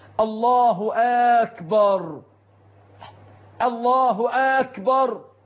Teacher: إدخال همزة الاستفهام على لفظ أكبر